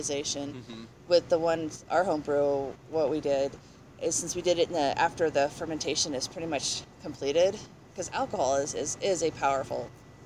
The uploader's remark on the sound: We recorded at Shoe's & Brews in Longmont, CO.